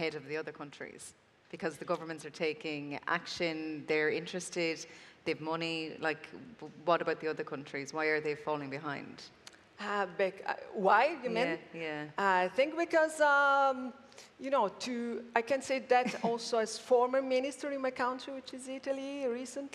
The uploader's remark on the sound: Recorded at World Summit AI, Amsterdam, 2019